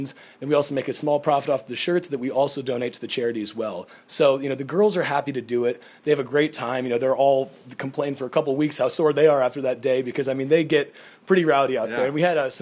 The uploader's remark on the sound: Live at the Triangle National Convention. We begin Live at the Triangle Fraternity Leadership School.